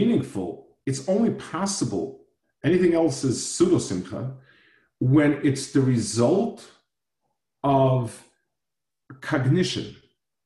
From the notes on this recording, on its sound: Delivered over Zoom to Asicha.